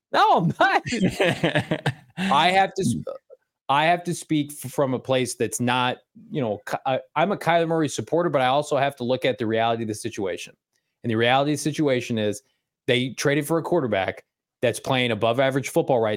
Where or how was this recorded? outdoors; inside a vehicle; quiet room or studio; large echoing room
quiet room or studio